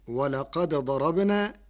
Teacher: قرأ ورش كلمتي ولقد ضربنا بإدغام الدال الساكنة في الضاد، فهما متقاربان صغير وحكمه جواز الإدغام.